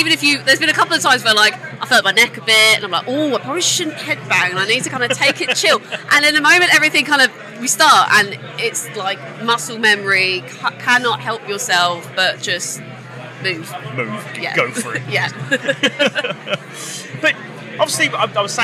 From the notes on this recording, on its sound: Live from Bloodstock 2023. Their set at the festival earlier on that day on the Sophie Lancaster stage.